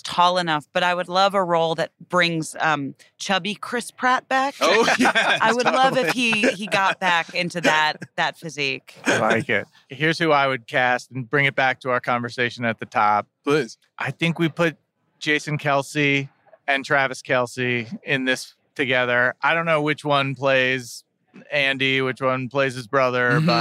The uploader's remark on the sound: Portions of today's episode were recorded on Radio Row in Las Vegas before Super Bowl 58.